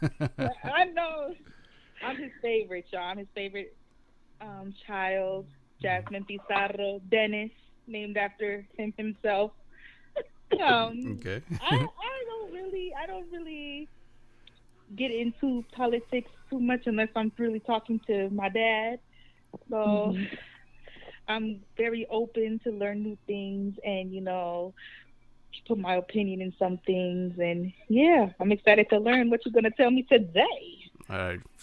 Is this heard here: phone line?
yes